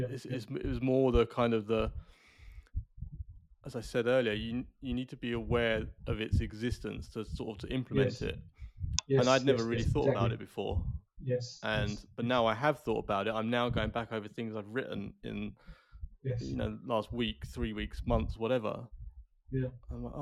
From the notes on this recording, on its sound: Had a few challenges with the audio on this one but I think we've got it to a place that's listenable!